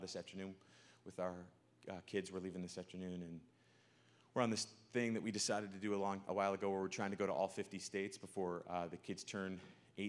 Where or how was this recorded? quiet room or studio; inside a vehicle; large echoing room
large echoing room